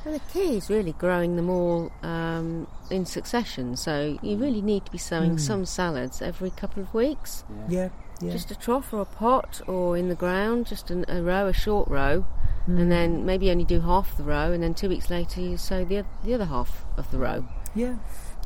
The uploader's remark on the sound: Recorded 'on location' at Easton Walled Garden, Lincolnshire